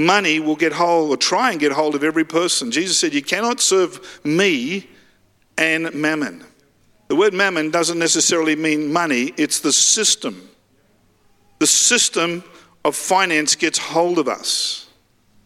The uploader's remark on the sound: Live at Freshwater Church on Sunday the 19th of March 2023.